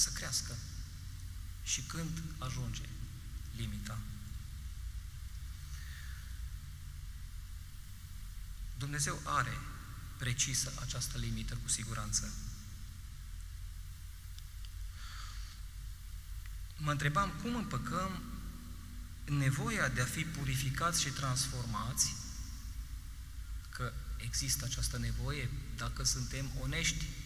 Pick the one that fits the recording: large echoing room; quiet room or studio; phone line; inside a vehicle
large echoing room